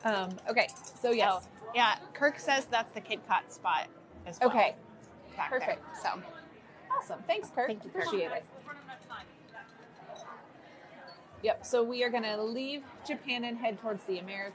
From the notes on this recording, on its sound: we go LIVE on location at Epcot for this artistic festival